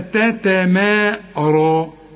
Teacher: الراء مفخمة مع المد بتاعها